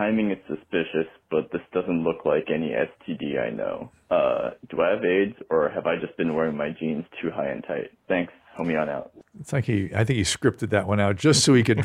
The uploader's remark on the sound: this week's live calls